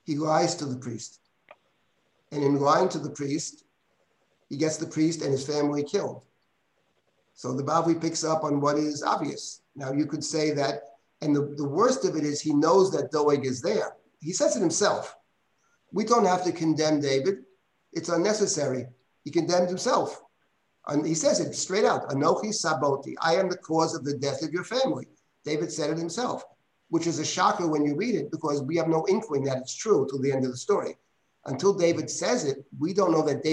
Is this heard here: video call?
yes